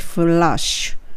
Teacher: 下の唇に歯をちょっとだけ当てて、フラッシュ。ラッシュは L なので歯の裏につける。フラッシュですね。The toilet doesn't flush になります。OK、その次は、で、シャワーのお湯が出ません。つまりは、えっと、お湯が出ませんっていうのでも通じますよねだってほぼアメリカってシャワーじ